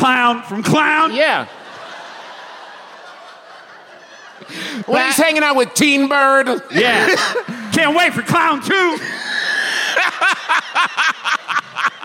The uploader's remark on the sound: Live from the Balboa Theater during San Diego Comic-Con 2023